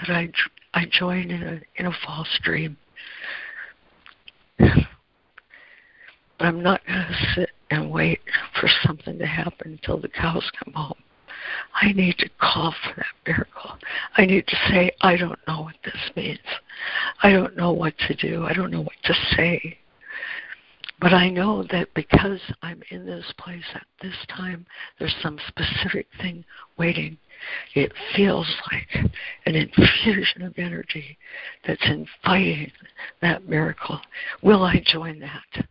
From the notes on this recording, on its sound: ACIM Daily Conference Call